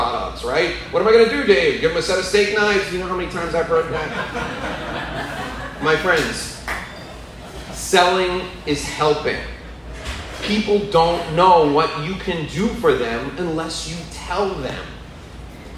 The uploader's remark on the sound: This is a live presentation I did in front of an audience of professionals in Hallandale Beach, Florida.